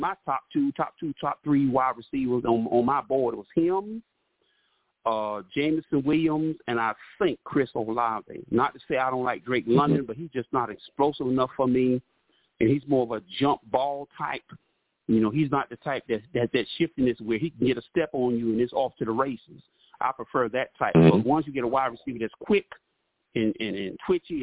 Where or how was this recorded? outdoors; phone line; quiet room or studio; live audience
phone line